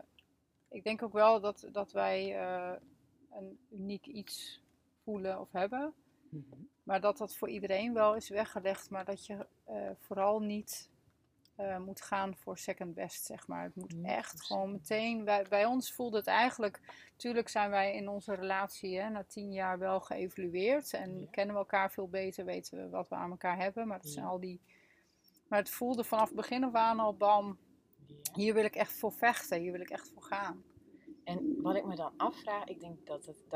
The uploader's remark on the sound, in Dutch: Op het heerlijke Vlieland! Compleet met meeuwengeluiden op de achtergrond.